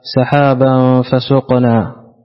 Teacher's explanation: تنوين أتى بعده حرف الفاء، والفاء من حروف الإخفاء